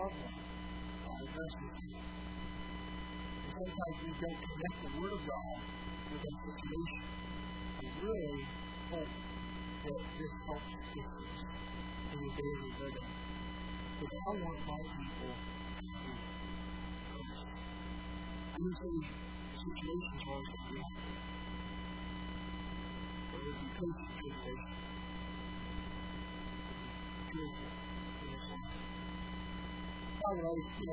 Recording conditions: large echoing room